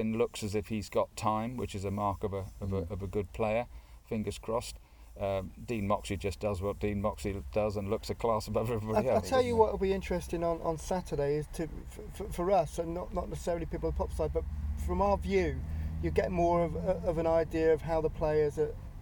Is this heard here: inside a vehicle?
yes